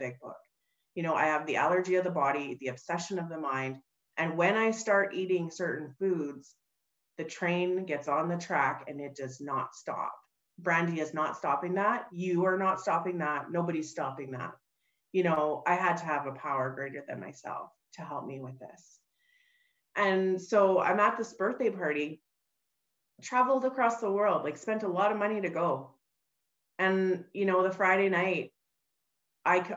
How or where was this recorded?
video call